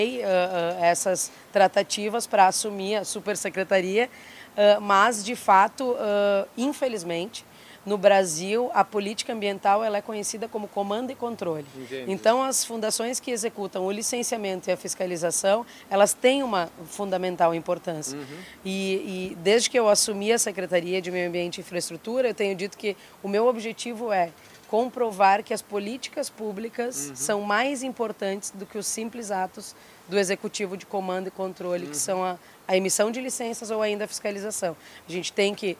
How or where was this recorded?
busy venue